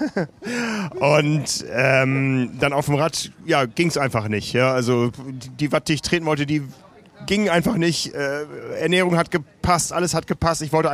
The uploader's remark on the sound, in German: Live aus der Anmeldeschlange.